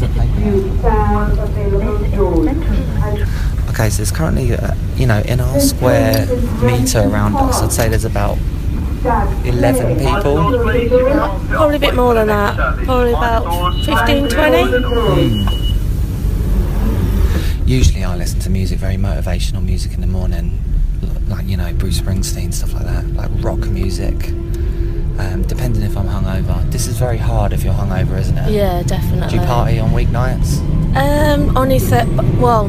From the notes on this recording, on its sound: We are live on the London Underground for a rush hour slog on several crowded tube carriages. Among the crowds.